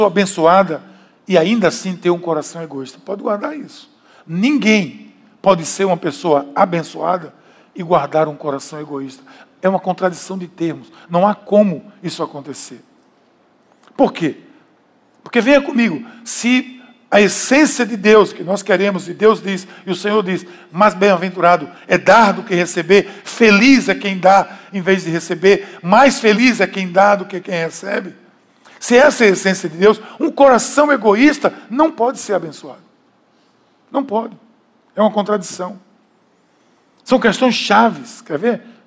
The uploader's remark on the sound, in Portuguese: Podcast gravado na PAES Piedade, dia 09/09/2018 na celebração das 19h.